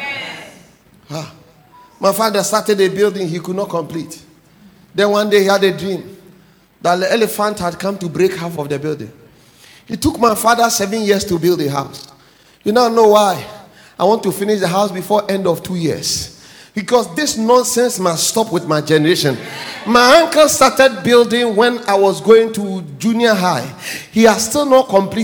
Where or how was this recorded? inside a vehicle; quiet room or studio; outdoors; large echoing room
large echoing room